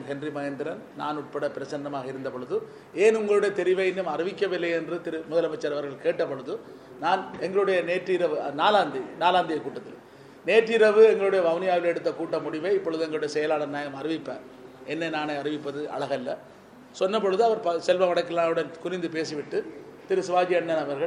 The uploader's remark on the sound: Press conference by EPRLF, TELO and PLOTE